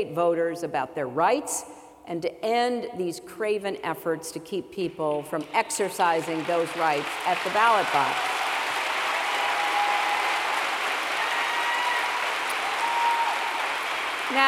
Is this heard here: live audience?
yes